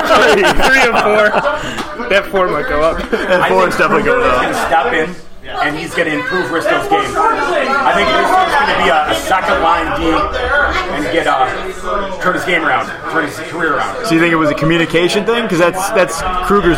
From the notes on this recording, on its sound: live from Iron Buffalo